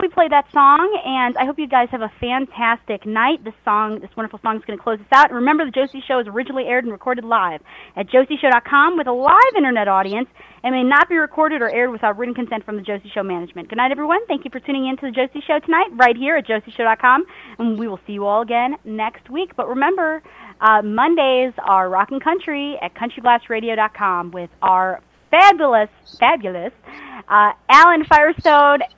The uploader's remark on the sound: Special Call In Guest joined us